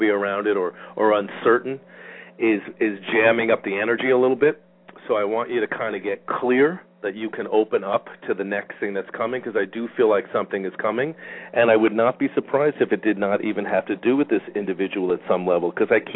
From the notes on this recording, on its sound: Callers may call in toward the end of the live show with questions or comments. We will also open the phone lines today halfway through the show.